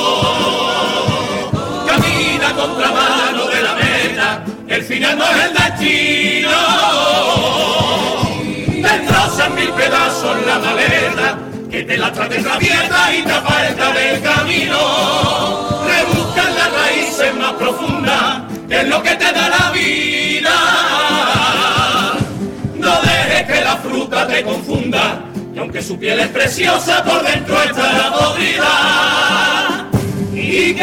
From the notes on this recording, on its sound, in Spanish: En directo desde el Gran Teatro Falla de Cádiz. Onda Cero Cádiz.